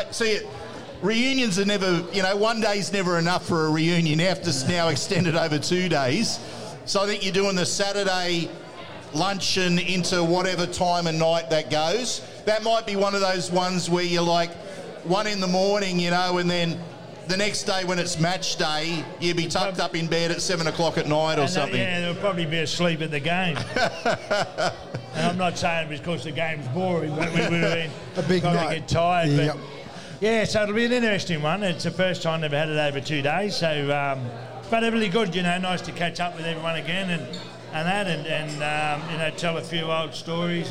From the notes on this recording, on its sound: live from Jacks Bar & Grill